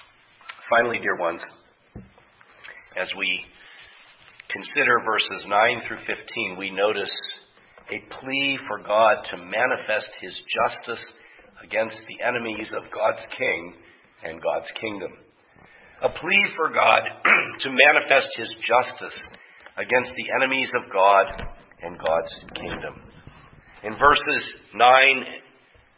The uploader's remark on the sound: preached at Grace Orthodox Presbyterian Church in Sewickley, PA, during the evening Worship Service on Sunday, January 15, 2023.